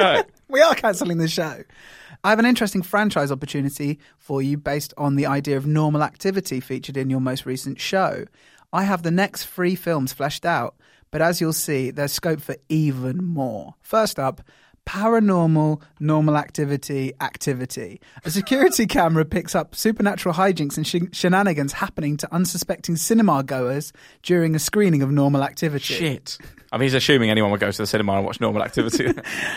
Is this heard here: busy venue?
no